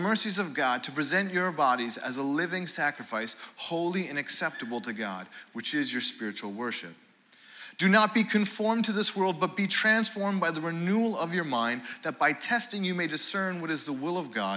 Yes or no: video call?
no